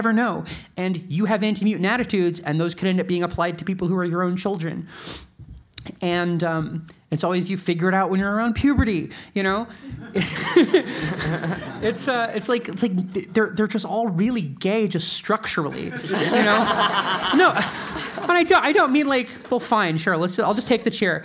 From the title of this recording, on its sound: Live from FlameCon